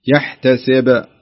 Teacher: إذا وقفتي على الباء تكون القلقلة واضحة